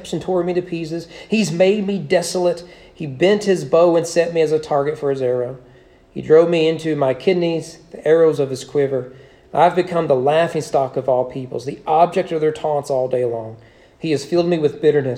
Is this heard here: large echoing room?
yes